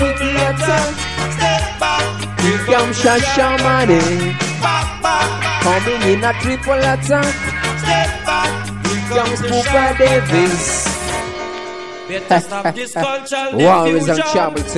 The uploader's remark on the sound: LIVE INSIDE MONTE CARLO CLUB